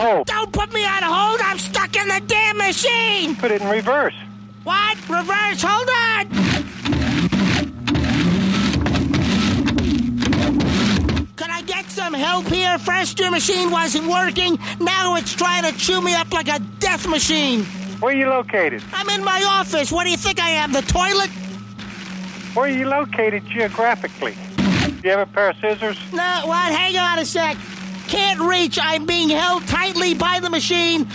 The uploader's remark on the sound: Prank Phone Calls